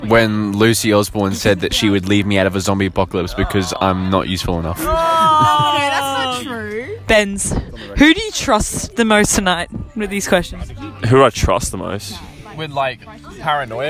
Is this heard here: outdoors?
yes